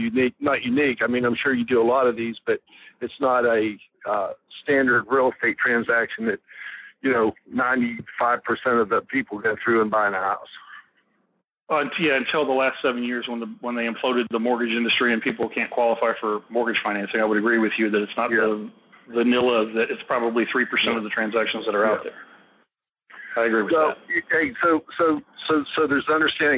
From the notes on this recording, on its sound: Live Call. Impromptu phone call.